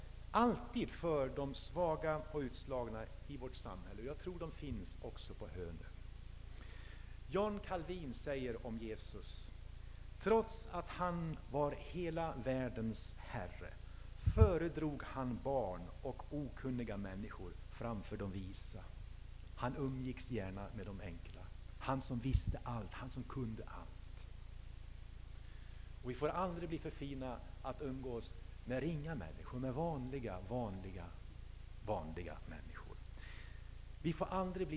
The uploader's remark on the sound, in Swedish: Inspelad i H&#246;n&#246; Missionsf&#246;rsamling